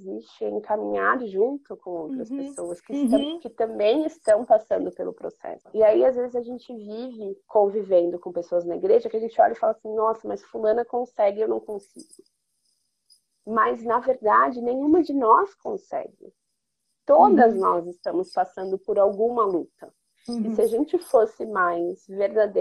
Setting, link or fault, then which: link, video call